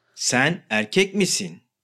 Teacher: Там было «ы» в теории в объяснении, но в конкретном примере с мужчиной у нас эта буква стала «и». Почему? Просто потому, что перед ней была буква «э».